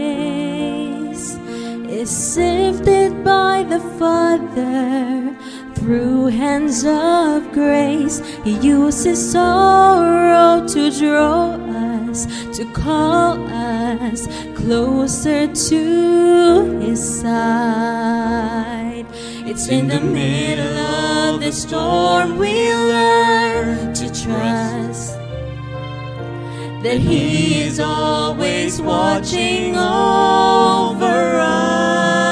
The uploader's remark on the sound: Sung by incredibly talented Seventh-day Adventist youth across Batangas. Recorded through mesmerizing livestream sessions at our beloved church.